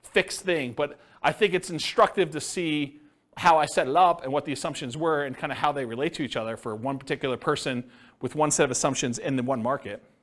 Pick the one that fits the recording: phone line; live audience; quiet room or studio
live audience